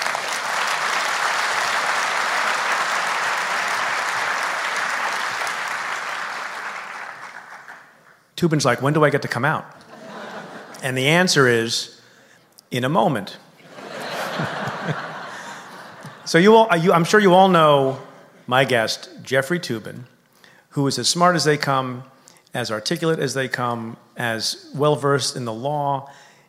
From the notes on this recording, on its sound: Live from Town Hall.